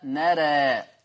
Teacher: كل راء جاء بعدها ألف متطرفة فهي مقللة قولا واحدا عند ورش · Term: المقلل